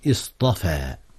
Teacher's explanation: الاصطفاء اصطفى أي استخلص، وأصله مأخوذ من الصفاء، ولكن السين والتاء للمبالغة، وأصله اصطفى اصطفى، فلما جاءت الصاد حولت التاء إلى الطاء لتناسب الصاد لأنها من حروف الإطباق، فلذلك قيل اصطفى، فالطاء هنا بديلة من التاء، لأن هذا التاء هنا مع السين اصطفاه، يعني هي مقصود منها المبالغة، المبالغة في الاصطفاء.